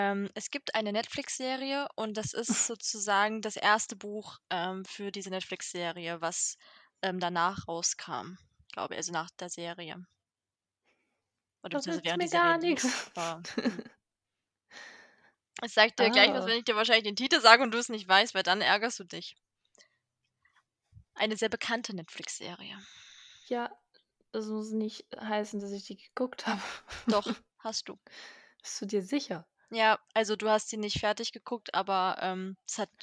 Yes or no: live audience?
no